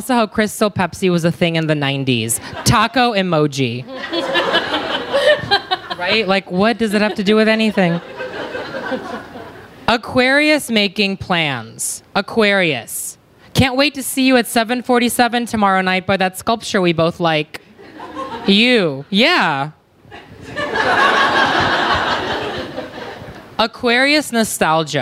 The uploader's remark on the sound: Hear the Astro Poets LIVE at the Strand. Take their podcast to the Strand for a live event full of laughs.